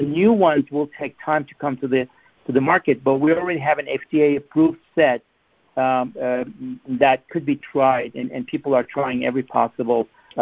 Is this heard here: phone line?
yes